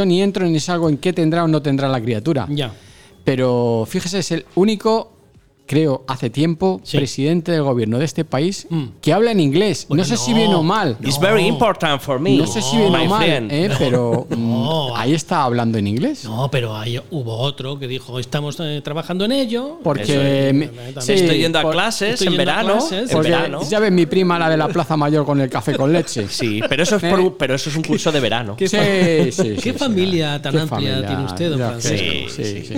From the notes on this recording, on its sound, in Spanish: Este episodio lo hemos grabado desde la Taberna Vinoteca La Buha en Valdemoro. Este episodio lo hemos grabado desde la Taberna Vinoteca La Buha en Valdemoro.